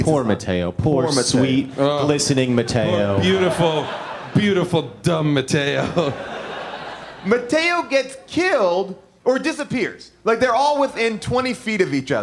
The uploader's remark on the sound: LIVE from The Bell House in Brooklyn